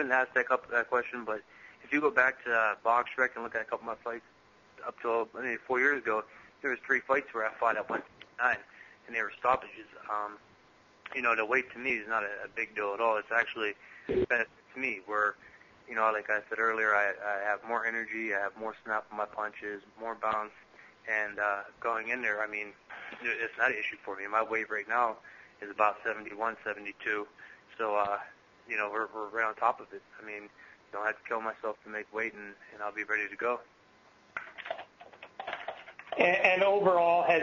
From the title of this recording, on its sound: Conference call